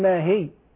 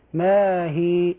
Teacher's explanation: بعض الناس يقف يشدد الياء يقول ما هي، أو يزيد في المد يقول ما هي. الصواب أصل أن الياء لا تشدد وأن تمد بمقدار حركتين · Shown in: second take · ما هي هكذا.